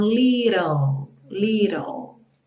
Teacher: a gente vai para o ã, que é o som do L, e o E final não é pronunciado.